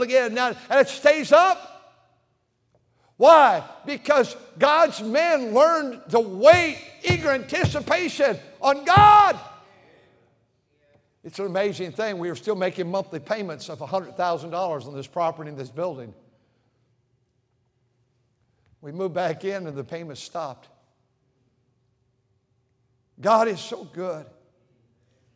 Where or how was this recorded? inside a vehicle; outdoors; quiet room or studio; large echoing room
large echoing room